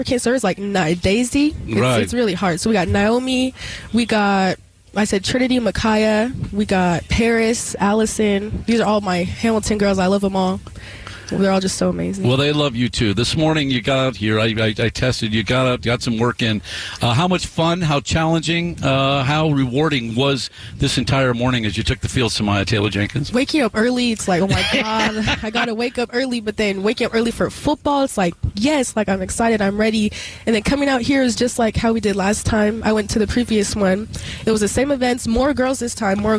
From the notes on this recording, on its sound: live at Desert Mountain High School